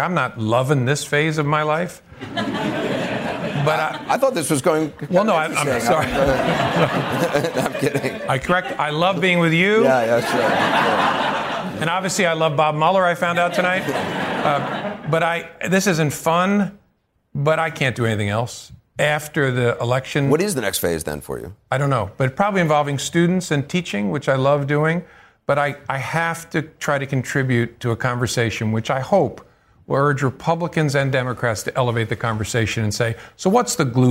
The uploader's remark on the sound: live town hall